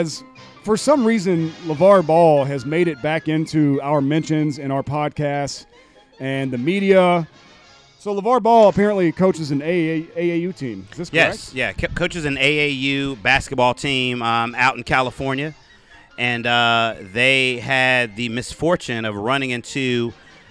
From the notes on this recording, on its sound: We are LIVE from poolside.